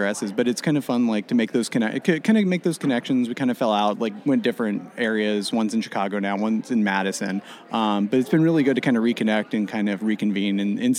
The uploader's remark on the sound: three mini interviews taken at the 2020 MOSES Organic Farming Conference